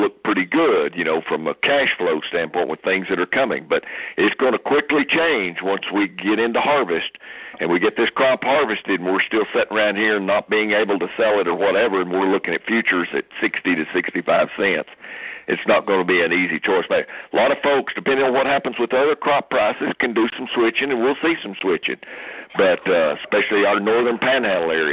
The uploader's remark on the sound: Aug 2019 Monthly Conference Call